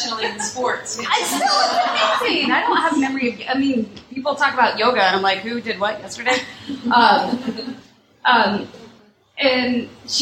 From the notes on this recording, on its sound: Recording was from a live show in NYC where ticket purchases benefited anti-bullying & LGBTQ with elementary school-aged kids.